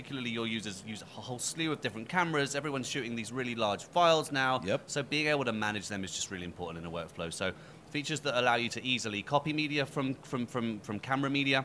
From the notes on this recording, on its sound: Adobe at NABshow 2016. Live from the NABshow floor.